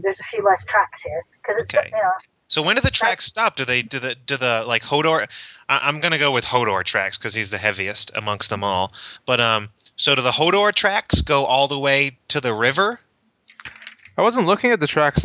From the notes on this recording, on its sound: Sorry for the poor audio quality in this episode.